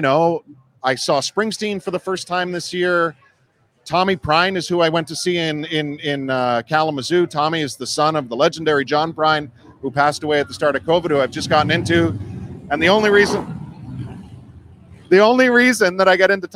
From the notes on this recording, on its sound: LIVE From Imperial Series. For a sit-down conversation taped live from Imperial Pizza in South Buffalo. Thank you again to Imperial Pizza (1035 Abbott) for hosting this live series.